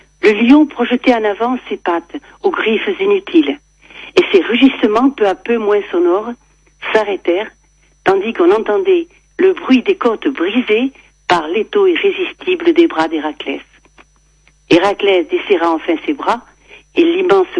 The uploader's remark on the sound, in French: par téléphone